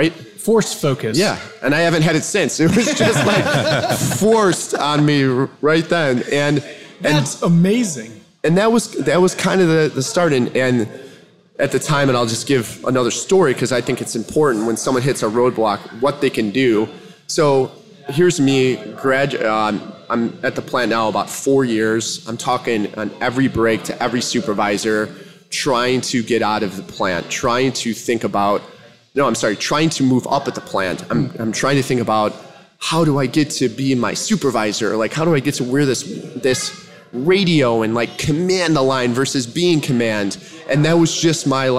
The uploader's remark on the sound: Today we’re sharing our first live podcast, from Naperville, Illinois.